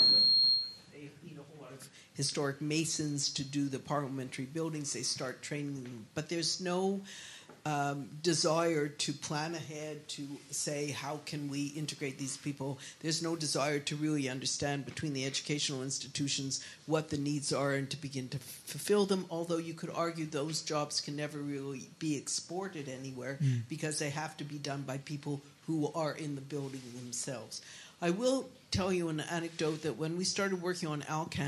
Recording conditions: live audience